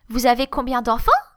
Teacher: Like rising intonation, like, sorry, repeat? Did you really say you had 10?